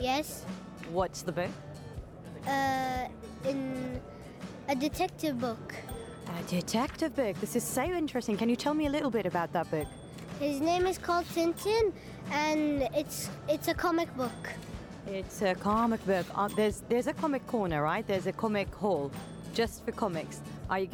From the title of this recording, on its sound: Live from SIBF 2023